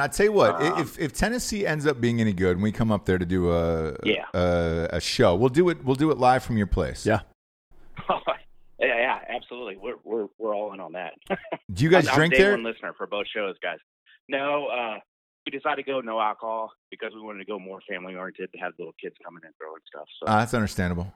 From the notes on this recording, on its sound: College Football Call In Show! Call listeners live on air.